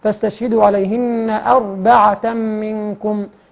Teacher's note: هنا الراء مفخمه ساكنه ما قبلها مفتوح تفخم